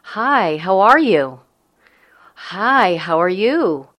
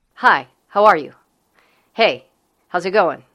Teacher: A more masculine intonation is shorter and moves downward. · Shown in: second take